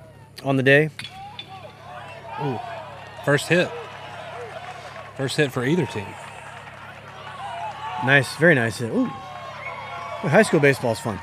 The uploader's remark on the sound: The guys venture to "Soso-ish" up in Jones county for the West Jones and PCS high school baseball game. Recorded the episode live from the left field perch at the West Jones Stadium.